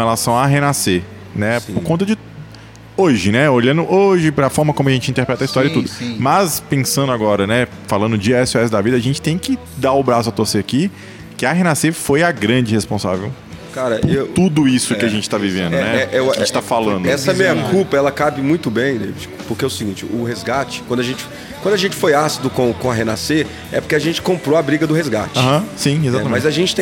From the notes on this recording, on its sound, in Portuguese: No nosso primeiro podcast gravado "ao vivo", a gente sentou pra comer uma pizza. Esse episódio foi gravado na Igreja Quadrangular do bairro Glória em Belo Horizonte.